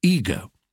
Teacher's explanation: When I was young, the British English always said ego, egoism, and egotism. Now we've succumbed to American long vowels and say ego.